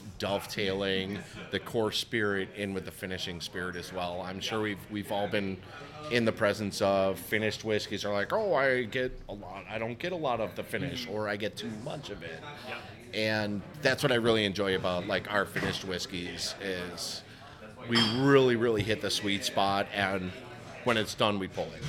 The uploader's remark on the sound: Live from Delilah’s we celebrated World Whisky Day with our good friends from six distilleries from across the world.